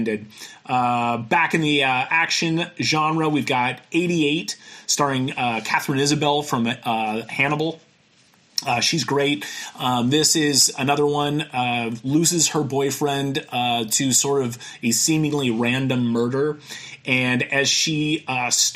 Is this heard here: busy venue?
no